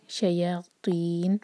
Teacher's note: یا کو ہیوی نہ ہونے دیں ٹینڈنسی ہوتی ہے کہ تو کو دیکھے شاید اس سے پہلے والا لیٹر بھی ہیوی ہو جائے تو خیال سے شیا شیا نہیں کہیں گے شیاطین ہم یہاں